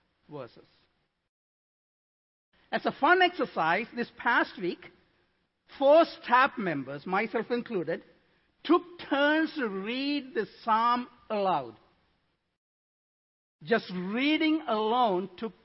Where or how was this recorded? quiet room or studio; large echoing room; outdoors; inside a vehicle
large echoing room